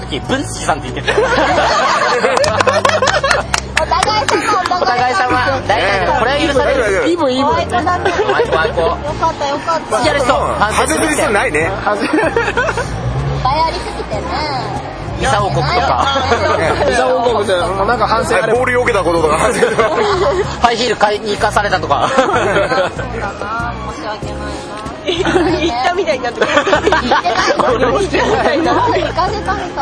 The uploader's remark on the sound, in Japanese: 企画したお花見に参加した時に収録したものを配信します。